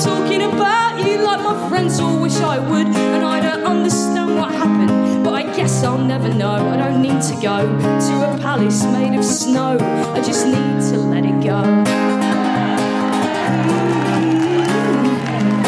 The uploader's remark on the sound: Live from the Lowry in Salford. Recorded 17 June at The Lowry, Salford.